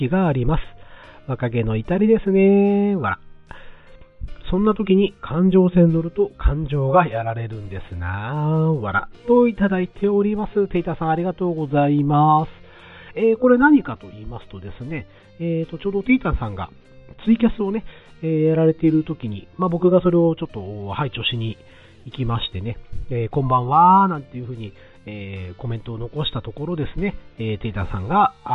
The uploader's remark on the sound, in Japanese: 今回は、車の中から収録した分を配信致しました。走行音もそうですが、マイク付イヤホンでの声がかなり聞き取りにくいかもしれません・・・。